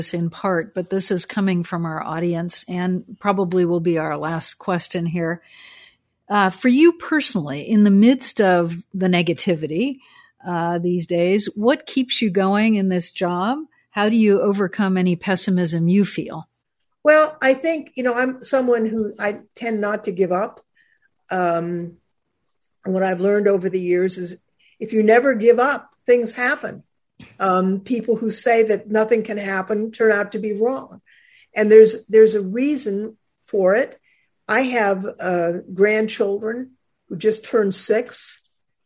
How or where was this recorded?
video call